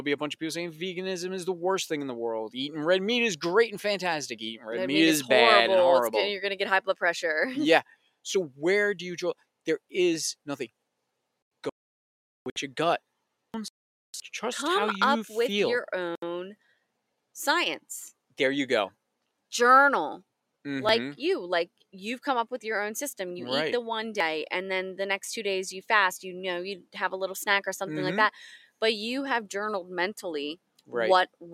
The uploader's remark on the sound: We recorded this episode poolside in our backyard under the stars, so you can also enjoy the sounds of nature and our relaxed vibe.